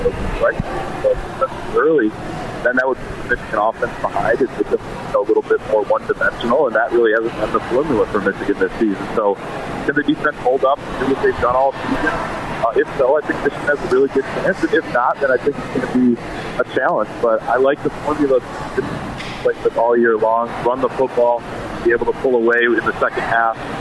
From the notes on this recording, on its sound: It's day two of us broadcasting live from Van Andel Arena as they're hosting the 57th Annual Great Lakes Hockey Invitational.